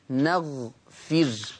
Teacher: حفص يقرأ بفتح النون وسكون الغين، وكسر الفاء